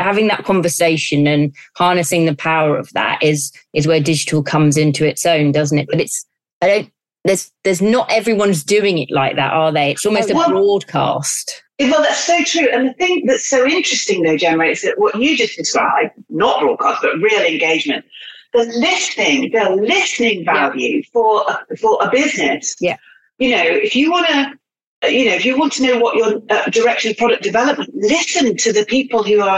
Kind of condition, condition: link, video call